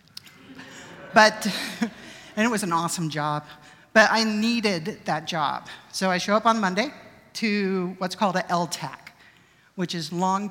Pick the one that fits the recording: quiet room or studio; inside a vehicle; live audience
live audience